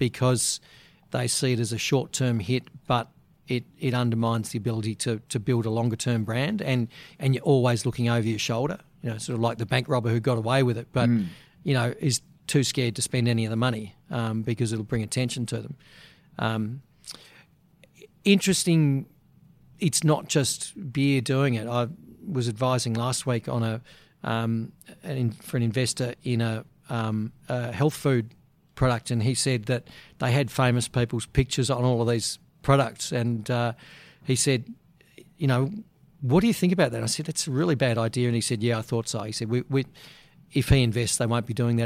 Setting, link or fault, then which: setting, busy venue